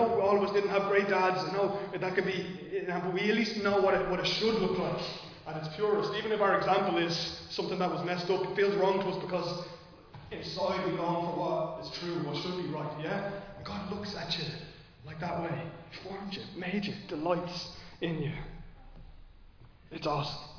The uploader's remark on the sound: Recorded live in Liberty Church on 19 March 2023